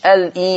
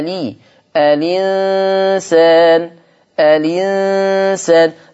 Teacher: هنا هعمل نقل تبقى مش ال إي هشيل الهمزة واخد الكسرة حطها على اللام · Shown in: second take · تبقى ألي الإنسان الإنسان.